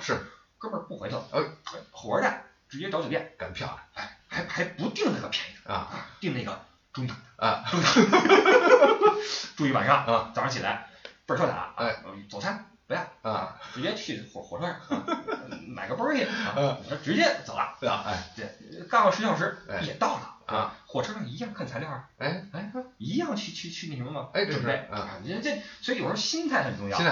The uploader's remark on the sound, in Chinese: 出门在外没带专业话筒，音质抱歉。